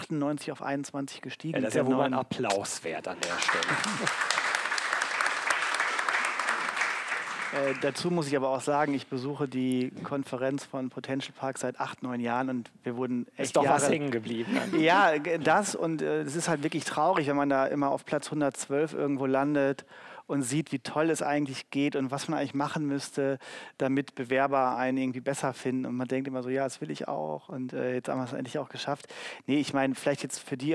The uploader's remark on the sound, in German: Live aufgenommen vor 50 Gästern auf dem #RC Lab.